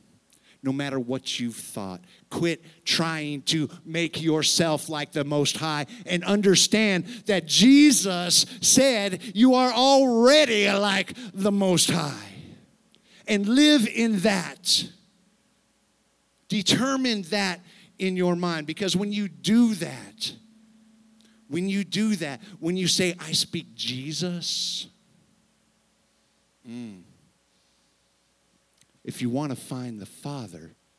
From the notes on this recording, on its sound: Sunday service, unedited recording